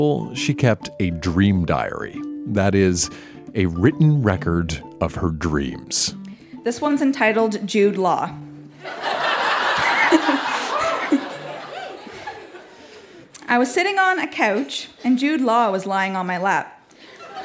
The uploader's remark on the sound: Recorded live at The Guild in Charlottetown, PE.